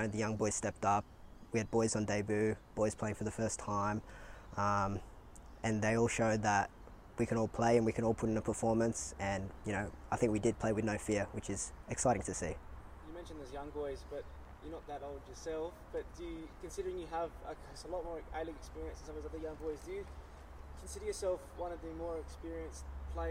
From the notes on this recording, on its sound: Press Conference. Spoke to the media at Coopers Stadium.